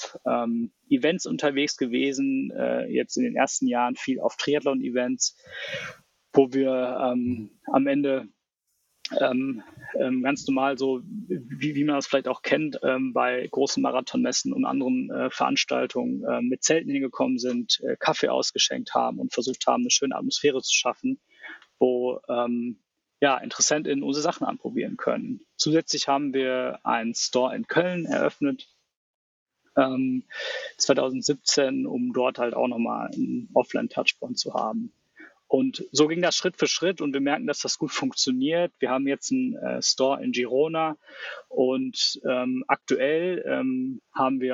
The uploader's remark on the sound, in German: bei der Aufnahme in Portugal und ich mich auf unserer Office-Baustelle.